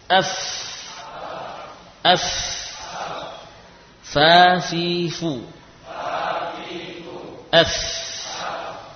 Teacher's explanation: Terakhir adalah huruf fa. Fa berasal dari bibir bawah. Bibir bawah bagian dalam, ya, dengan gigi seri atas. F, F, fa, fi, fu.